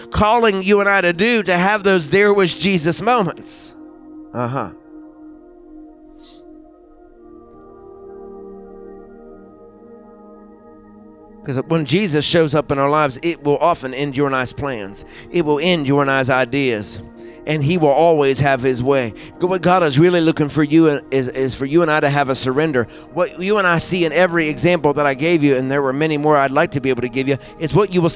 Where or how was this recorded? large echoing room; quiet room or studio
large echoing room